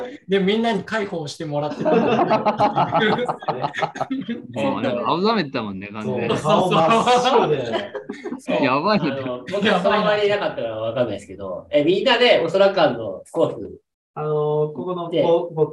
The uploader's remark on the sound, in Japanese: 広島県、三原市。コースをよく知る二人のゲストと初のリモート収録で深堀しました。収録会場 RunTree。